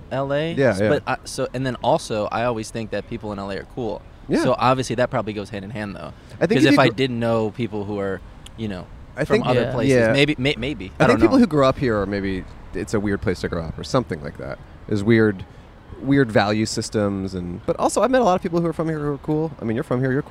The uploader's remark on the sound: Recorded on Brand Blvd in Glendale, CA.